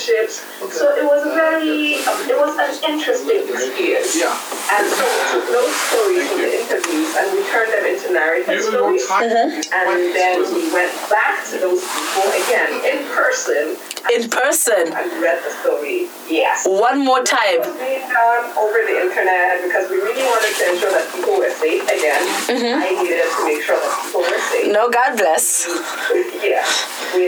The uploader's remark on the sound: Warning: this podcast had ALL the technical issues, we shall get our Skype game right.